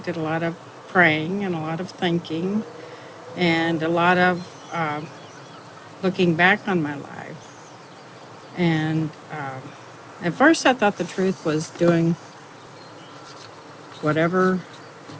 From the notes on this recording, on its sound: Location: San Antonio, Texas. Recorded w/Go-Pro.